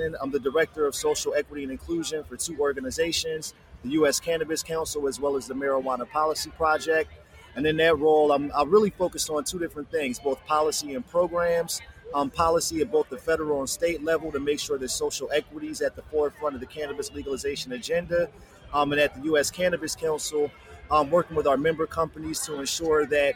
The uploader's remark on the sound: Another episode live from Black Cannacon.